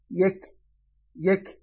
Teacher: نعم، هذا المخرج، ها هنا هذا، يعني إذن الكاف يكون تحت مخرج القاف، يعني ألا إنها أقرب إلى مقدمة الفم، ويخرج هذا يخرج الحرف كاف من هنا، من هنا إك. طبعا حرف الكاف يعني فيه صفة الشدة والهمس